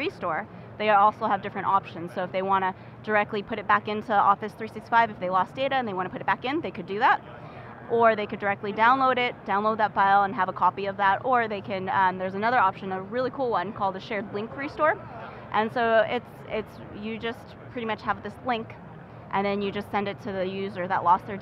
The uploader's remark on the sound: live from Microsoft Inspire